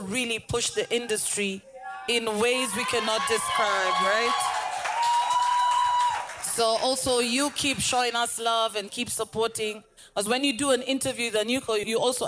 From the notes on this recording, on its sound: The last conversation recorded at VIP ACCESS Podcast first pop-up event.